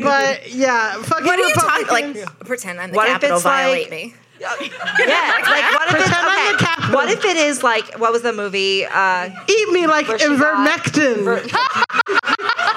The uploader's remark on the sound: The Betches Sup Live!